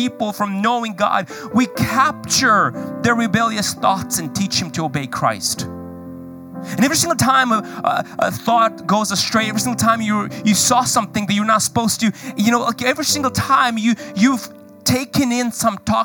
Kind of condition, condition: setting, large echoing room